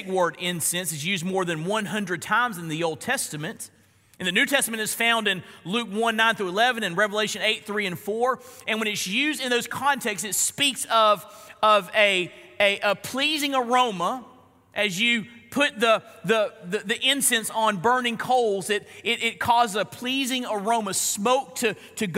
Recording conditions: large echoing room